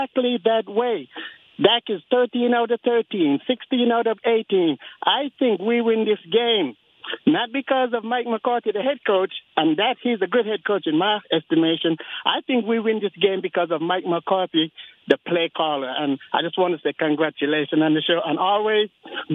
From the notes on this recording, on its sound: From South Korea to Texas, fans called.